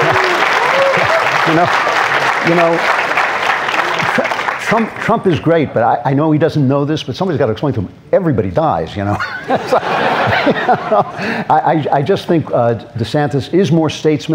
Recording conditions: live audience